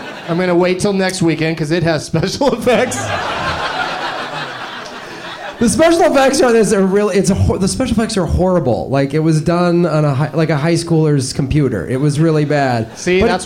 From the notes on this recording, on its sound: Live from The Punchline Comedy Club in Atlanta